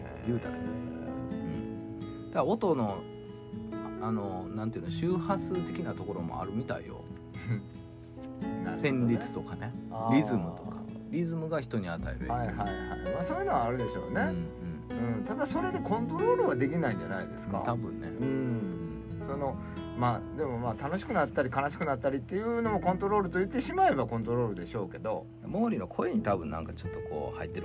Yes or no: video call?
no